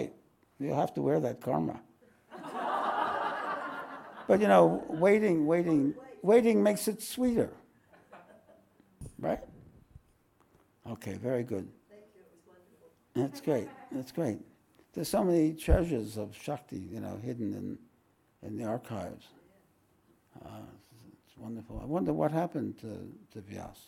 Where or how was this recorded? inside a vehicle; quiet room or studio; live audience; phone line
live audience